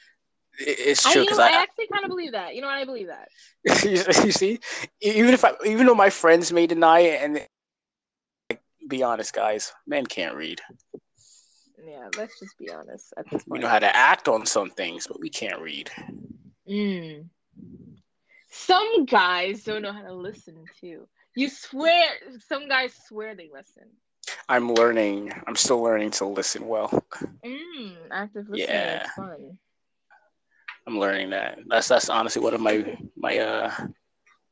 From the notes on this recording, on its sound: the audio has been acting kind of wacky